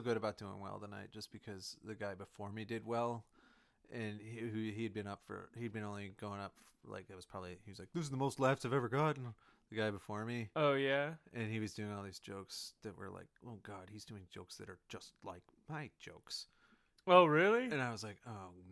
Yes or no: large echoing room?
no